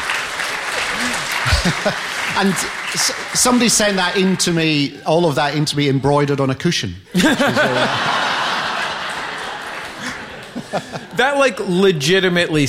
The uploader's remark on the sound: Recorded live at the London Podcast Festival.